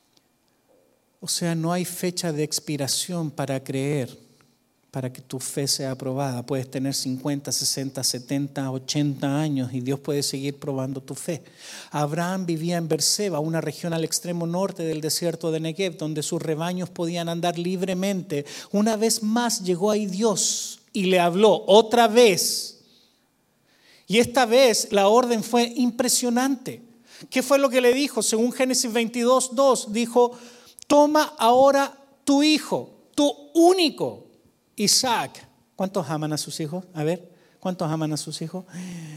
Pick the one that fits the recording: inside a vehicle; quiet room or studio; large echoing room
large echoing room